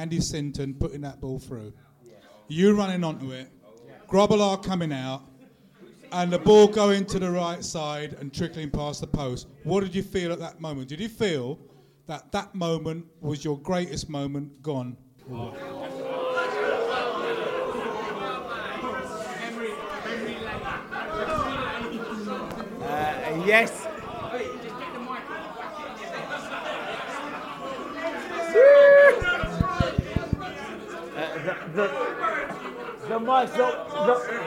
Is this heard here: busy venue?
yes